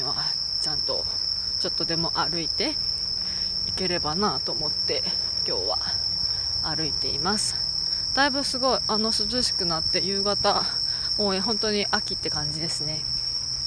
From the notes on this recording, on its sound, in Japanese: 歩きながら録音してみた（ほぼ鈴虫）。